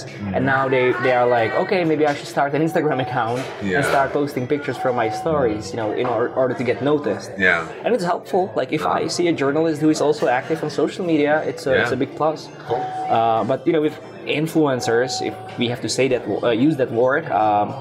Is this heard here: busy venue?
yes